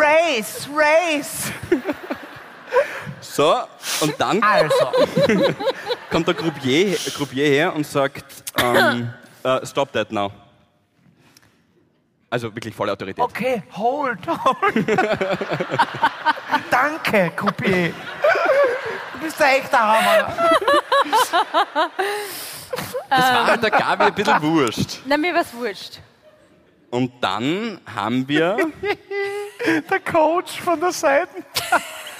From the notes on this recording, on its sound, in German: Hawi D'Ehre LIVE - Graz.